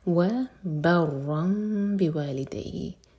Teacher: تنوین کے بعد با آ رہا ہے، تو تنوین کا ساؤنڈ میم میں چینج ہو رہا ہے، یعنی کہ نون کا ساؤنڈ میم میں چینج ہو رہا ہے.